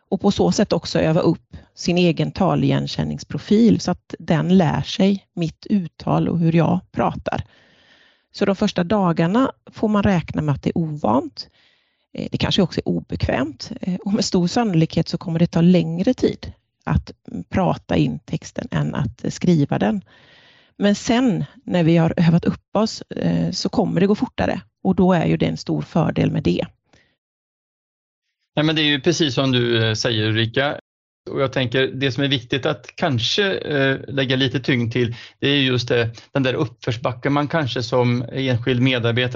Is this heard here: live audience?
no